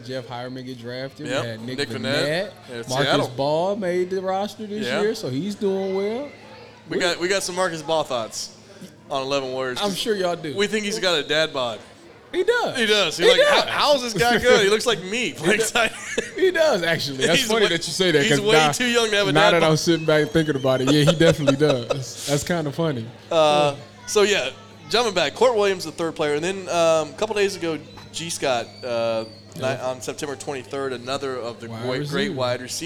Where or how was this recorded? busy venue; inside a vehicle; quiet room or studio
busy venue